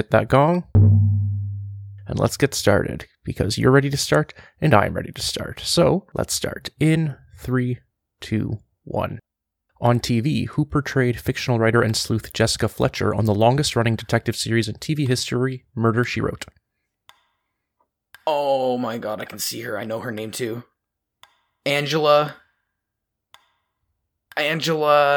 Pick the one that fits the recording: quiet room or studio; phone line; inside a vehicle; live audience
quiet room or studio